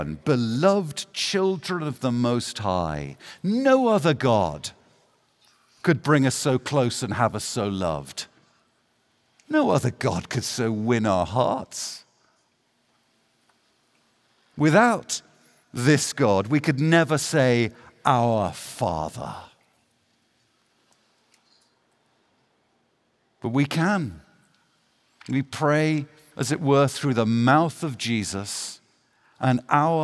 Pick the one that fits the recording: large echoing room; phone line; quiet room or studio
large echoing room